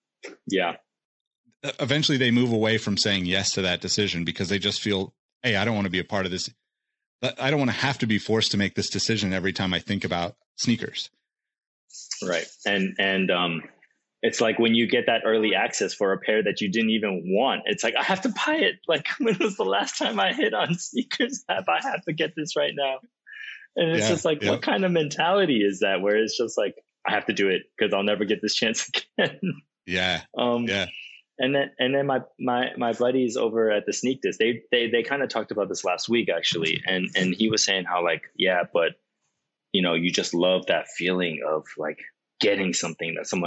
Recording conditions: video call